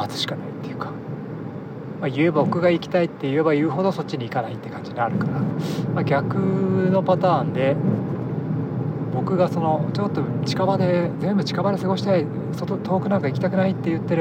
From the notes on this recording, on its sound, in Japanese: iPhoneで録音